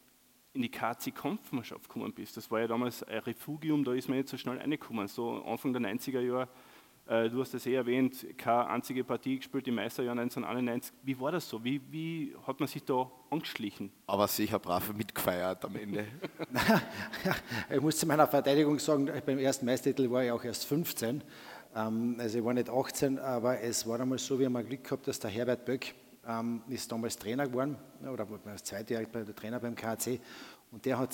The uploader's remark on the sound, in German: Aufgenommen beim Kleine Zeitung Podcast Festival in Klagenfurt.